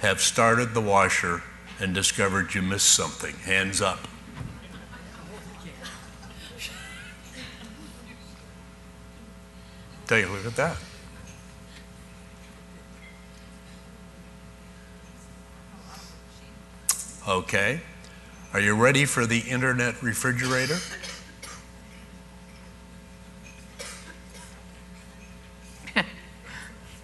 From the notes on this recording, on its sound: Live Broadcast at the The IPBC IGNITE Conference.